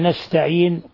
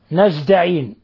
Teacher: وأيضا من الأخطاء إشمام السين بالصاد أو الزاي، يعني نستعين، قل لك نستعين، بعض الناس السين يفخمها حتى يجعلها صاد، أو يقلبها زايا · Shown in: second take